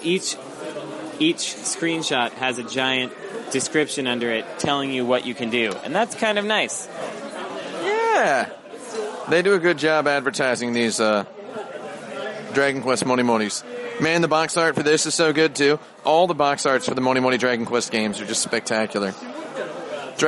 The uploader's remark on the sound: Recorded on the streets and in the buildings of Japan.